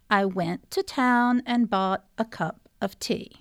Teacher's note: And then you also have iambic meter, which basically means that each line has 10 syllables, and there's an alternation of stressed and unstressed syllables. Just like our heart goes along, da-da-da-da-da-da-da-da, that's what iambic meter does.